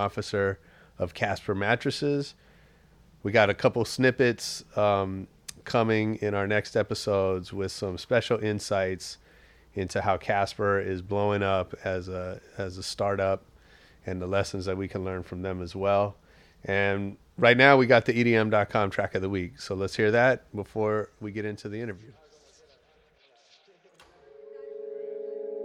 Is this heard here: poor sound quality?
no